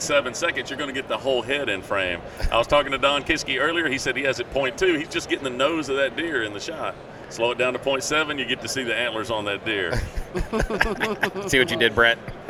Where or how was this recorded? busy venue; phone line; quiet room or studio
busy venue